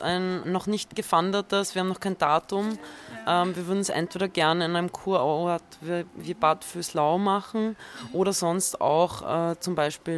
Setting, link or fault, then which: setting, busy venue